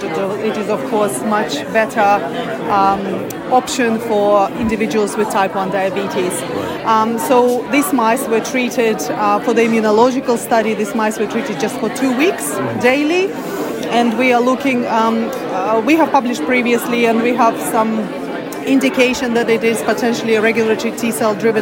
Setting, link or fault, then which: setting, busy venue